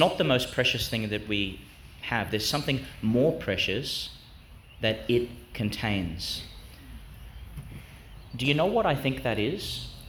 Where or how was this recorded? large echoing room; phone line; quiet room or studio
large echoing room